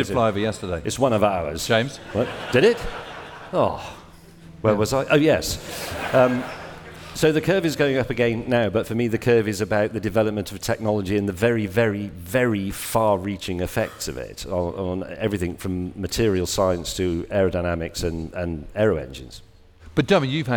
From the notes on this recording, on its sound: On stage at We Have Ways Fest.